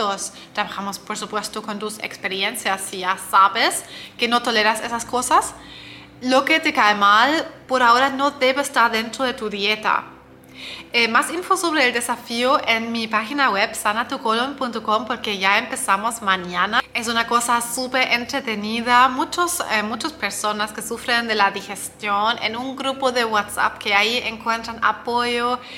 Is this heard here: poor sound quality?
no